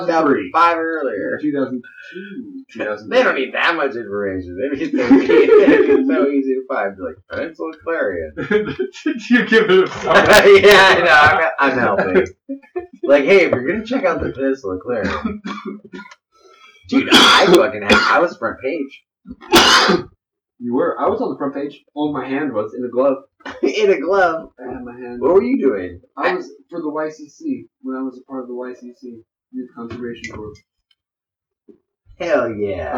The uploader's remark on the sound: This episode, we messed up. Poor Poor audio.